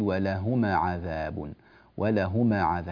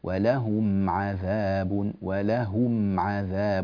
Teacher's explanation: في قوله تعالى ولهم عذاب، لا تقول ولهما عذاب، ولهما عذاب، هكذا قلقلت الميم، والميم لا تقلقل · Shown in: second take · ولهم عذاب، ولهم عذاب، هكذا احرص على ثبات سكون الميم.